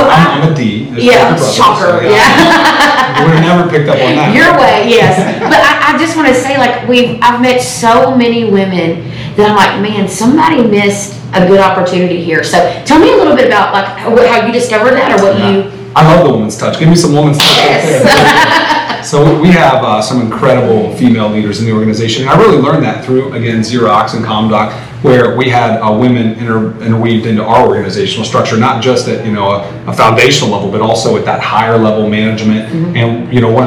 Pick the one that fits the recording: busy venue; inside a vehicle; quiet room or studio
busy venue